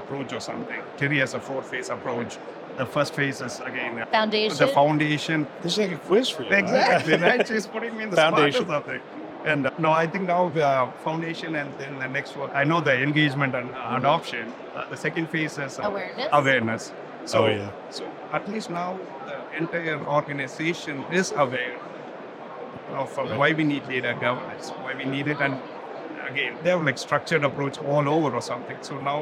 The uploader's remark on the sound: Live from the HIMSS Conference